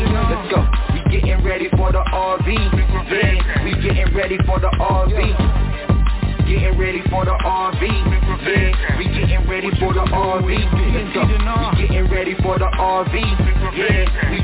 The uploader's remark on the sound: TNTSuperfantastic Conference Call.